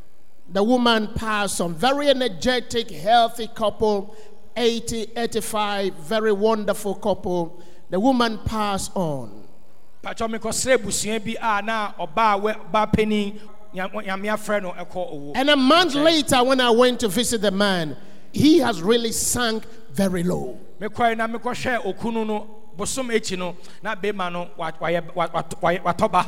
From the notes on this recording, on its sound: Sermon preached at CBC Shiashie Campus